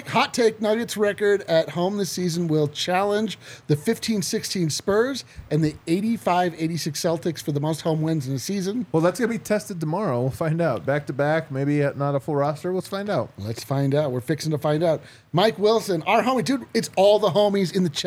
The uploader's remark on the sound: come to you LIVE from the DNVR Bar